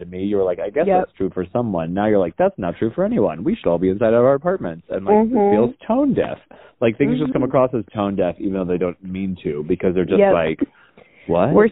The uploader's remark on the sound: The sisters try out hosting the pod while properly isolated via recorded phone chat.